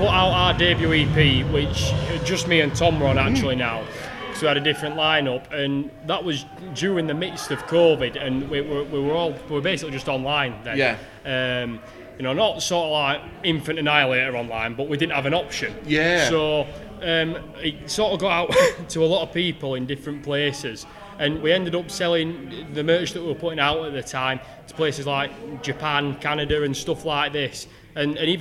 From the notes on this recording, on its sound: Live From AoniaFest V. Live at the festival.